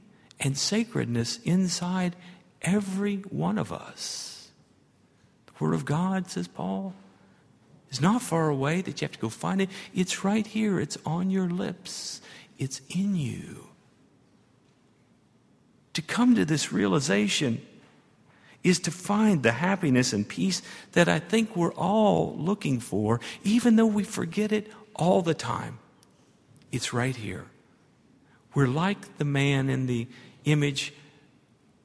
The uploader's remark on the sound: at Highland Baptist Church